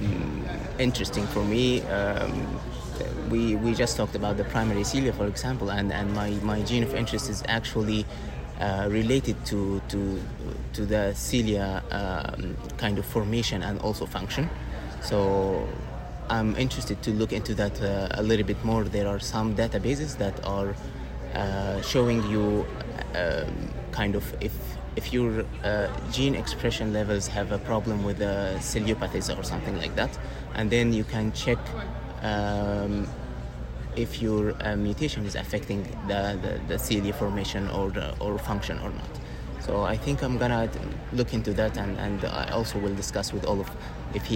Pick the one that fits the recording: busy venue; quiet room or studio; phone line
busy venue